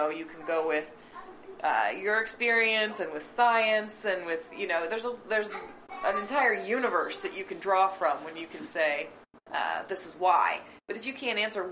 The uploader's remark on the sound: Please forgive the audio issues. We were rubes back then... (Not like now--because these days we always get our audio equipment to work perfectly.)